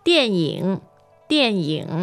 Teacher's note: your movie, your tones are fourth and third